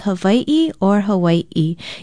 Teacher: Language experts say you can pronounce it with either a W or a V if that sound follows an A